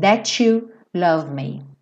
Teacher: é muito comum que that, seguido de you, vire to, that you, ou seja, parece até o som do número 2, né?